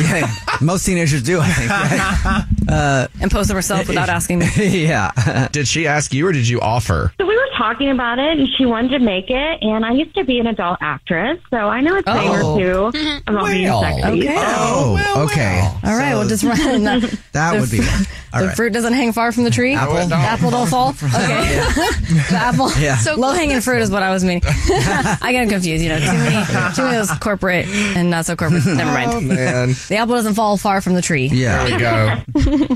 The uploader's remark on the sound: There is a girl on the phone who thinks her boyfriend is cheating. There is a woman on the phone.